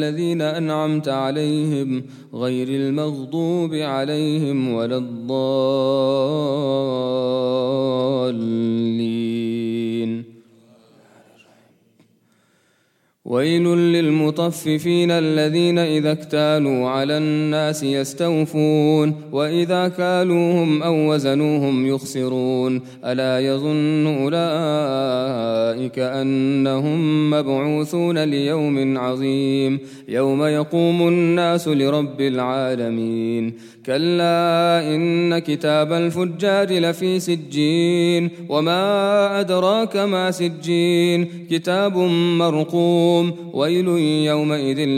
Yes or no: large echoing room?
yes